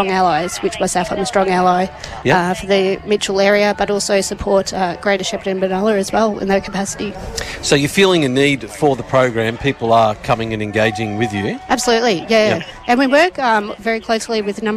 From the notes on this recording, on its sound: At a special outside broadcast at the Out in the Open Festival Day 2023 at the Queen's Gardens, Shepparton.